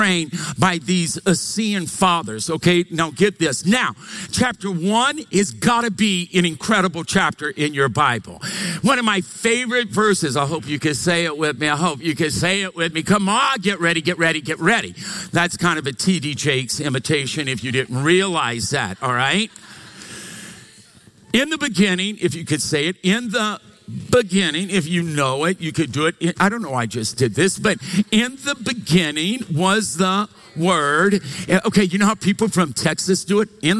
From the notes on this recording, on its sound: Recorded live from Capital Church, Meridian, Idaho